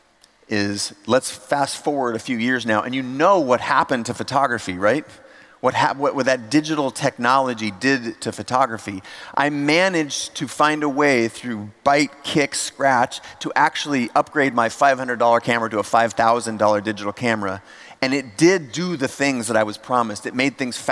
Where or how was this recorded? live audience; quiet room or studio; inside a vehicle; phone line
live audience